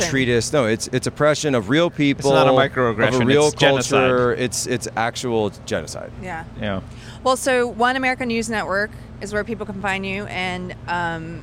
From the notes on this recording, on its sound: At the Better Discourse Conference in Milwaukee.